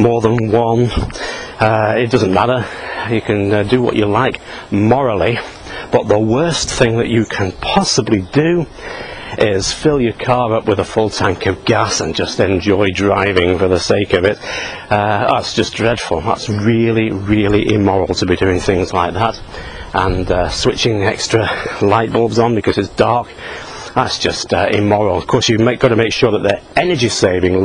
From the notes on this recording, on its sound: While out walking his dog. Who just barks at trucks.